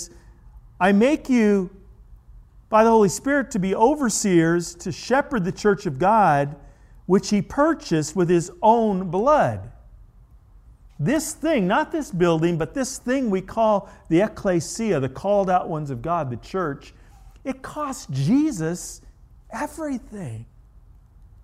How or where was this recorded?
large echoing room